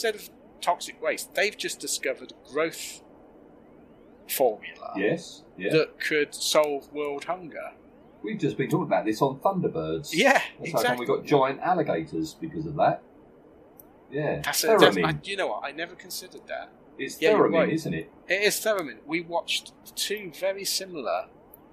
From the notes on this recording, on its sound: Apologies for the sound quality on this one, might of had a problem with the “web”.